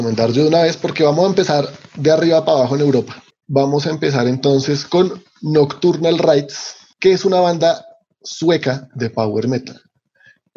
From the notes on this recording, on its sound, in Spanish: Episodio grabado el 20 de agosto de 2020 en línea, desde Bogotá Colombia.